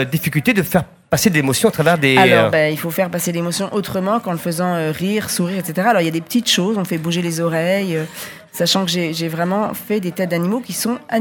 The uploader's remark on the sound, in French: Était sur les radios de la FRAMA en direct du salon du livre samedi 1er octobre 2022.